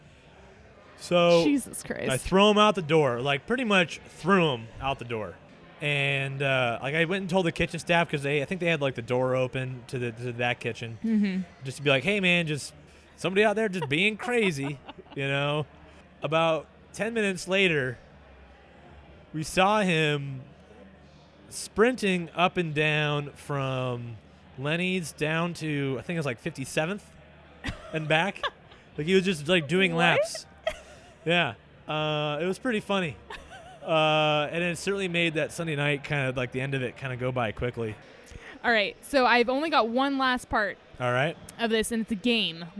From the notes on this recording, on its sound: We recorded in the brewery while drinking Seapine's doppelbock, Monk's Meal.